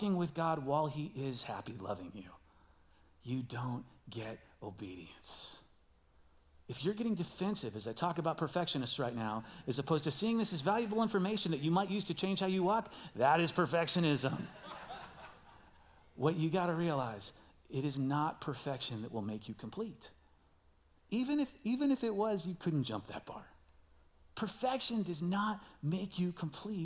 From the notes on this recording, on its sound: Recorded live at CrossWinds Church.